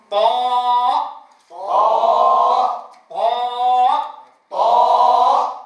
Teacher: الانتباه إلى صفة الاستعلاء في الطاء، وبالتالي إعطاؤه الحق اللازم له من التفخيم. أيضا إعطاء الألف حقها من الزمن مع التفخيم، ثم بيان الهمزة جميعا.